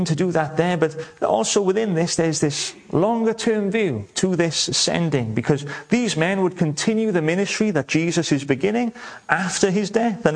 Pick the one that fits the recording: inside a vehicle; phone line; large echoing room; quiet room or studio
large echoing room